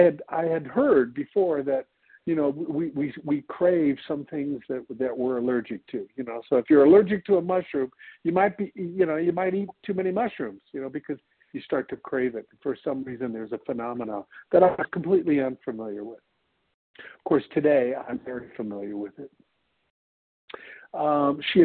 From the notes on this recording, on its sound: 100 Pounders Phone Meeting.